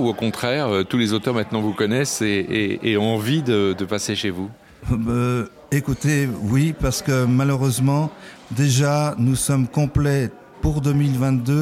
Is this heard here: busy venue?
yes